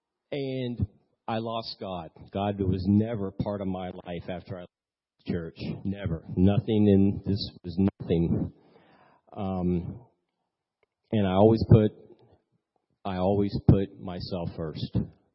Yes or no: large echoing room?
yes